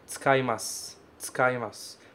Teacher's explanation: Tsukaimasu também tem uma mudancinha na pronúncia, porque você fala tsuka, tsuka. Esse U é praticamente mudo, praticamente não tem.